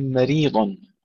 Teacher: مريض ترقيق الميم والراء وتفخيم الضاد